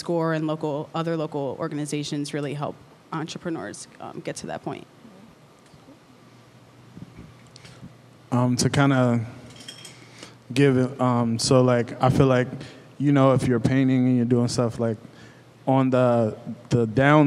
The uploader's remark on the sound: LIVE at ASSETS at 30. Recorded during the ASSETS at 30 celebration in September 2023.